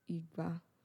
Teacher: My tone is falling.